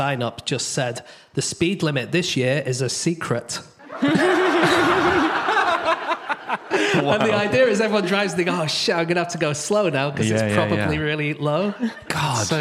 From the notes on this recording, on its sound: Live from Exeter